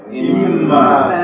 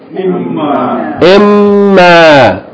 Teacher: So hold the noon, and then the vowel is fatha elongated by aleph. So there's a shadda, and then there's a long vowel.